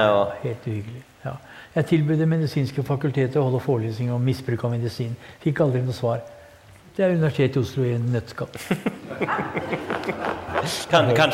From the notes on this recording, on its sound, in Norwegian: på Nobels Fredssenter med publikum tilstede.